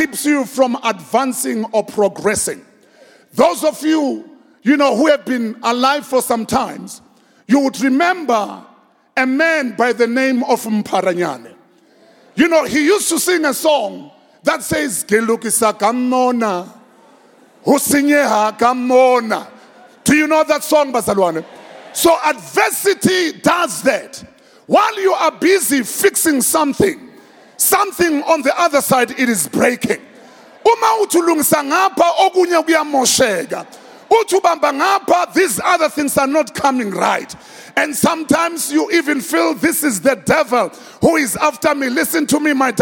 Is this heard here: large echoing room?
yes